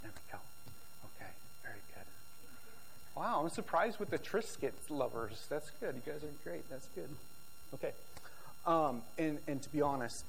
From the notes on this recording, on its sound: This video message was recorded on February 19, 2023, at View Ridge Middle School in Ridgefield, Wa.